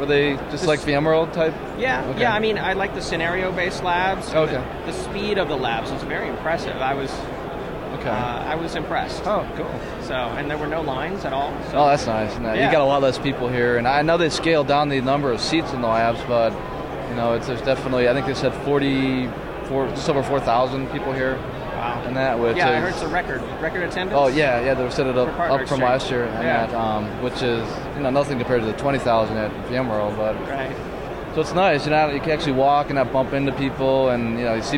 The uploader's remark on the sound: LIVE from VMware PEX 2012. LIVE from Las Vegas!